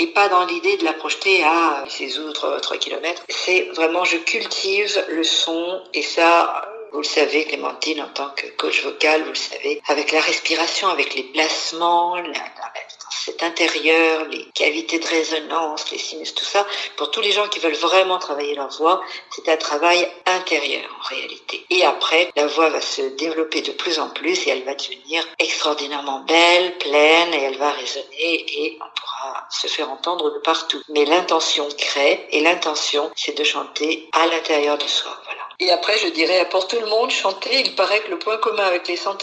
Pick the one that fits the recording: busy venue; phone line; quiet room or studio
phone line